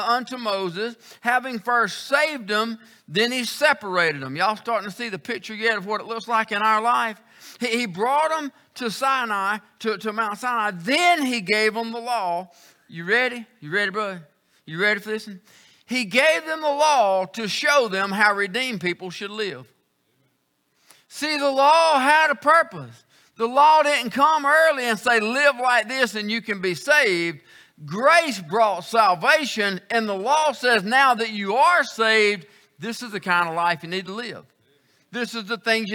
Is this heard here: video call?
no